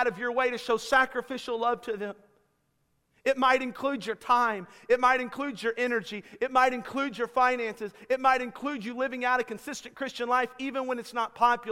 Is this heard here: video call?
no